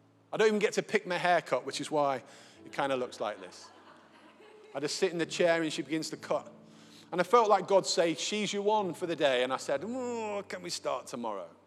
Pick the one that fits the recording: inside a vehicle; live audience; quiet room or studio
live audience